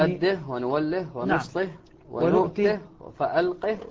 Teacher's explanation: الكلمات المذكورة الجميع يقرؤونها بقصر الهاء يعني عدم مدها